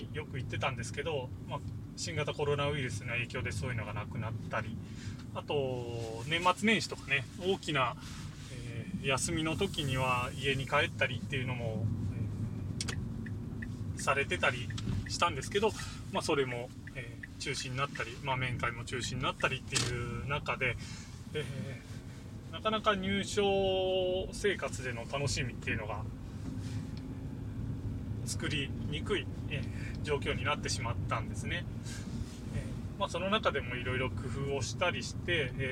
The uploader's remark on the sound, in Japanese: 車を運転しながらのつぶやき